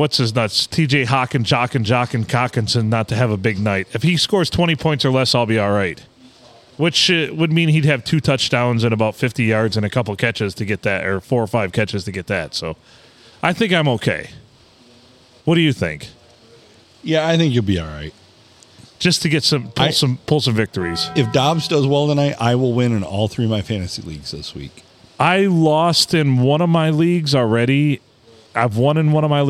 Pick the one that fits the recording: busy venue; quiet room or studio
busy venue